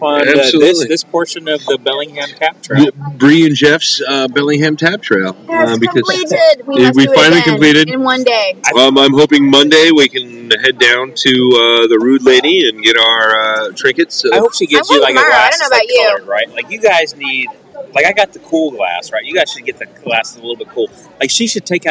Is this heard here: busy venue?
yes